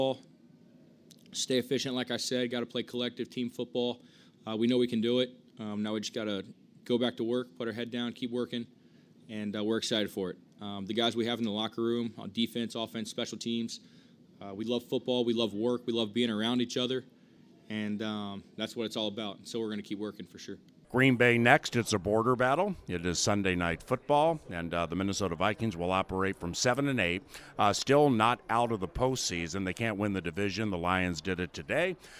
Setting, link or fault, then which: setting, busy venue